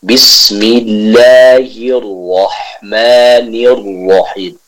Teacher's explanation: Tapi harus tetap dibaca dengan kasrah yang sempurna, yaitu pada logat i.